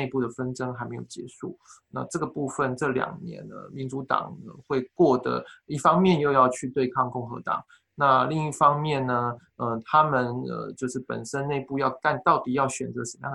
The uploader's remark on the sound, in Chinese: 本次播客又是由区块链媒体平台Matters组织策划的在线圆桌。将在线圆桌做简单后期处理。